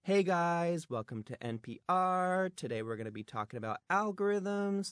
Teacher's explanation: It has that up talk. It has the rising tone.